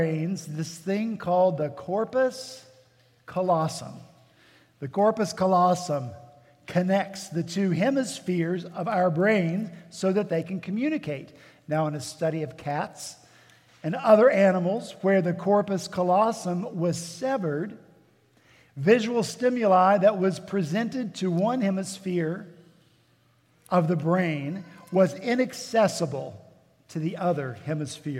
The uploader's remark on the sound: At Redeemer Presbyterian Church in Charleston, SC